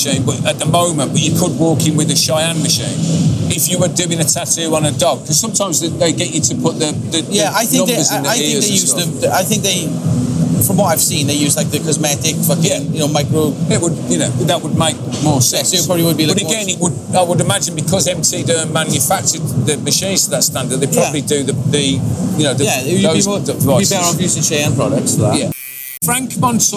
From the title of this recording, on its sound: Live from the BIG LONDON Tattoo Show!